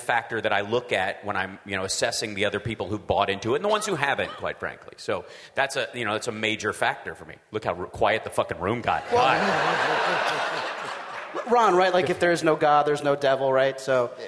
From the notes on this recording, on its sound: Live from the Seattle Sexy Liberal show